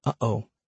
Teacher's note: The glottal stop can occur before and after all four vowels and after certain consonants and consonant clusters, produced by closure of the glottis so as to momentarily halt air passing through the mouth. The glottal stop resembles the interruption of breath one hears between the two O's in the English expression uh-oh.